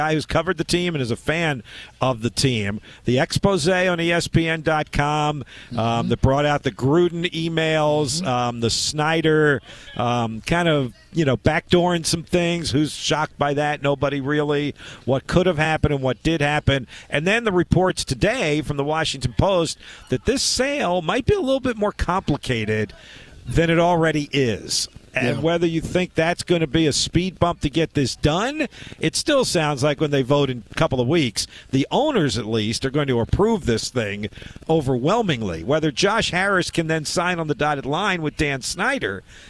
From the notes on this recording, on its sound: live from Colonial Downs